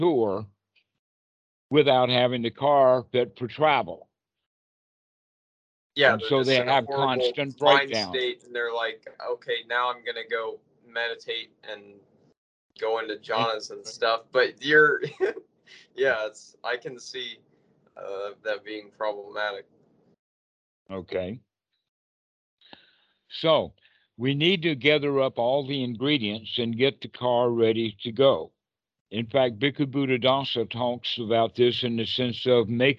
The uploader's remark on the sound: skype calls on this channel